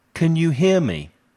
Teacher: Cuando el can está en el principio de una frase o en medio, el sonido vocal es más débil aún.